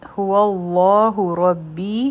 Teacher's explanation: هو الله ربی لام جلاله به غټ وایو، په ربی کې به را غټه وایو، بی حرفی مد دی، دوه حرکا به یې راکاږو.